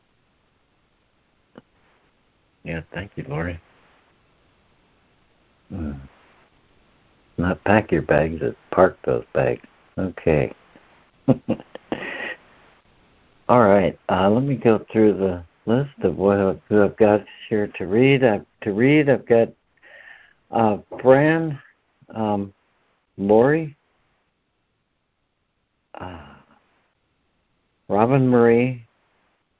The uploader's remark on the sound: ACIM Daily Conference Call.